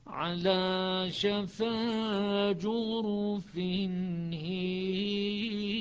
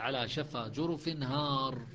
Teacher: إذا قلنا إمالة الألف يعني كسر الهاء · Shown in: first take